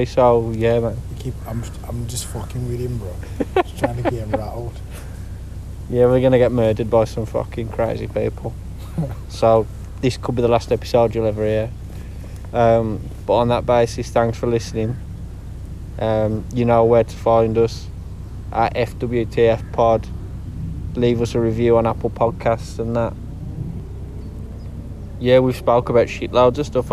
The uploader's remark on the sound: Their first non-Skype podcast, brought to you live from the Wilderness including an interaction with at canal pirate.